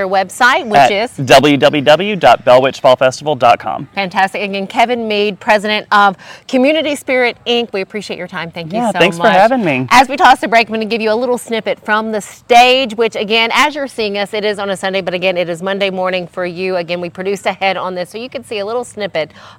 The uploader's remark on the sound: We head out to the Bell Witch Festival in Adams